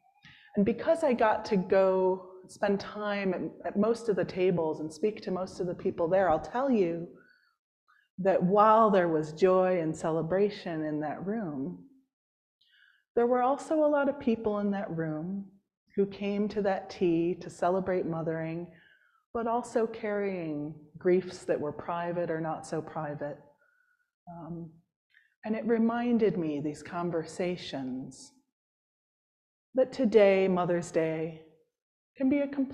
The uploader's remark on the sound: Preached at St. James’ Episcopal Church in Hyde Park, NY.